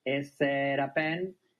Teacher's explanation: Unimos todo con la T como una R